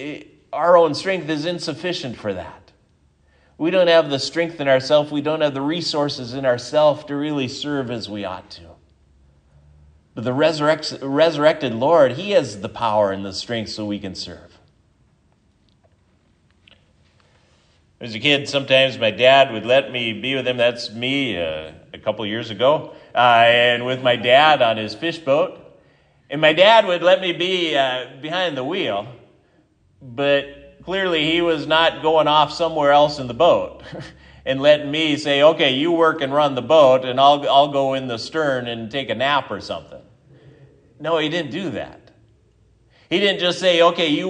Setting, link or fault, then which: setting, large echoing room